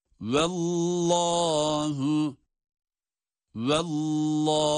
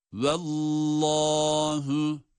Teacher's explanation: Vav ince, şeddeli lam kalın.